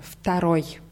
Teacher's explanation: Ja, второй wird mit W, T am, am Anfang geschrieben. Dieses W wird aber als F ausgesprochen.